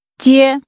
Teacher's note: Using a high-level tone, say, to pick up.